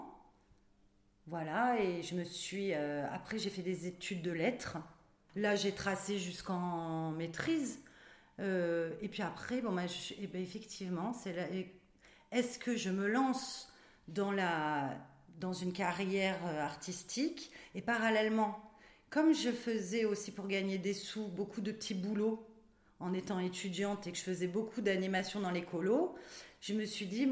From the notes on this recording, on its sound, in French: C'est dans son théâtre à Avignon que nous nous sommes retrouvées pour enregistrer cet épisode